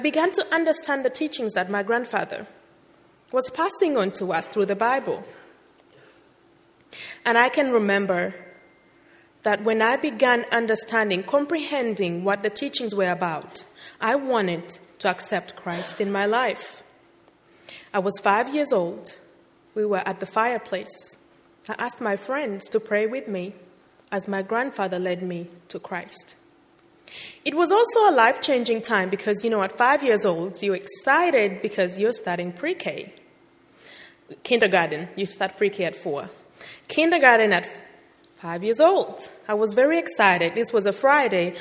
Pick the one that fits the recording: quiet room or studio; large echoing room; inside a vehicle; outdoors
large echoing room